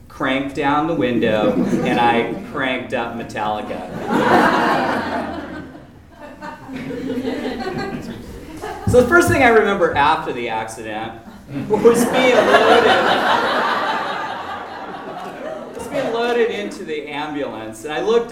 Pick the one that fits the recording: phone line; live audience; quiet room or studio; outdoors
live audience